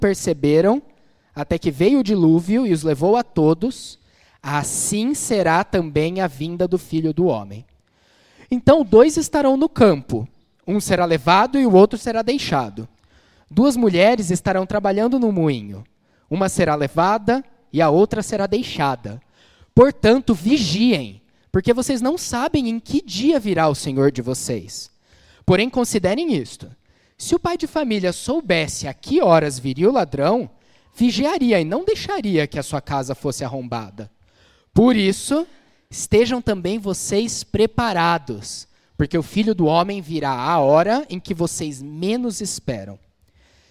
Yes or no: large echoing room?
yes